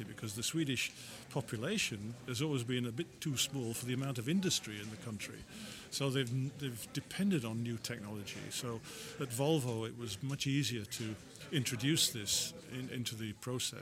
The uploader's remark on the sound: 'LIVE' from The Lotus Eletre Launch